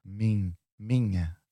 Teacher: the first syllable also, you know, becomes a bit nasal as well